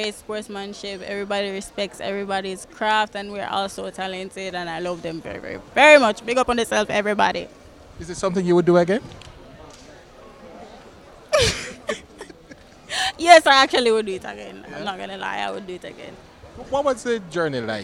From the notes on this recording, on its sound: we’re back stage at the Finals of the Jamaica Festival Song Competition